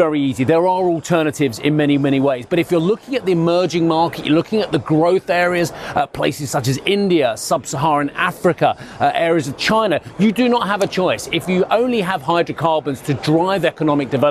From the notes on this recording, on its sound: We are also live at the ADIPEC summit in Abu Dhabi